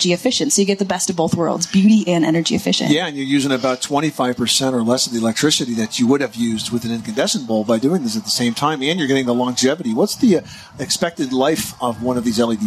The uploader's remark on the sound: The Money Pit Broadcasts from the ULTIMATE BACKYARD at the 2018 National Hardware Show. Live broadcast from the 2018 National Hardware Show.